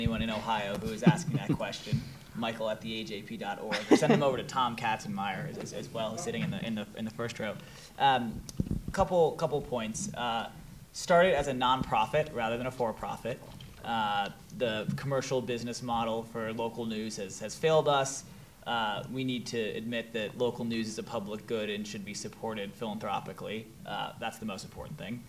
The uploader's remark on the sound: This episode was recorded at the Gateway Film Center as part of their Broadcast News: Journalism on Film series